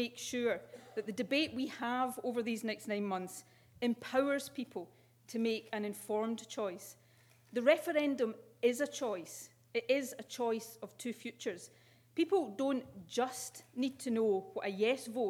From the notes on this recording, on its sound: With a keynote speech at St Andrews University.